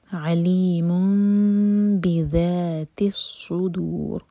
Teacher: میم پر دومہ کی تنوین تھی، next word با سے شروع ہو رہا ہے تو تنوین میں جو نون کا ساؤنڈ ہے وہ میم میں چینج ہوگا. اقلاب کریں گے، میم کو ہولڈ کریں گے 2 سیکنڈس لیکن ہوٹوں کو ٹائٹ بند نہیں کریں گے اور پھر با پڑھیں گے.